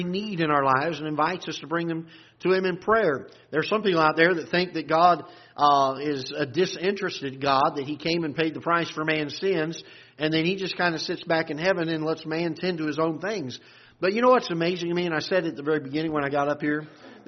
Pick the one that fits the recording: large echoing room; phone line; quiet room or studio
large echoing room